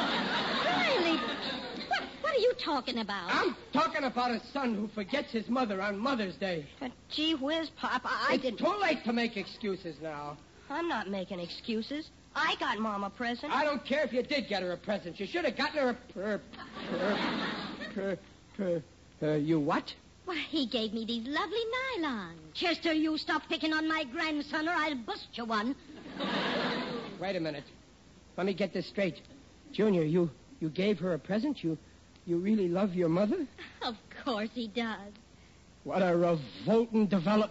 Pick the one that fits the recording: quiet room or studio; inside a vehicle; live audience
live audience